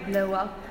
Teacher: with this particular diphthong, there's a wah produced in the middle of them · Term: Labiovelar juncture